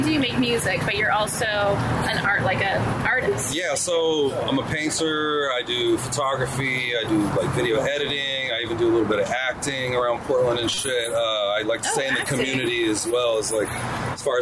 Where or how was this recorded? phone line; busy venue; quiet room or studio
busy venue